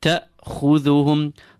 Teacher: The hamza with sukoon. There's no need for air to be released after the hamza, neither is there any need for any sound. A complete guttural stop.